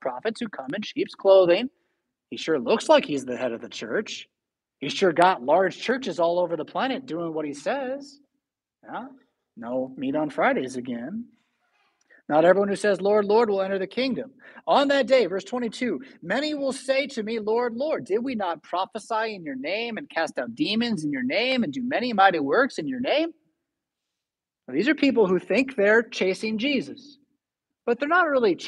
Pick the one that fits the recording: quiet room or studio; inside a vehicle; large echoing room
large echoing room